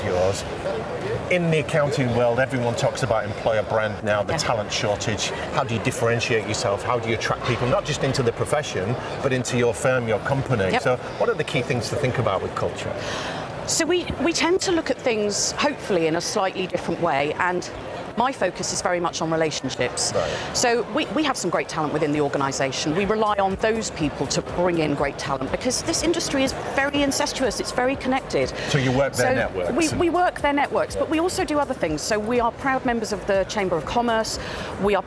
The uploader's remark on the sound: Live from Europe's Biggest Event Accountex. We're going to run a series of live interviews conducted at Accountex 2022 which took place in London recently. Enjoy the live buzz of the event!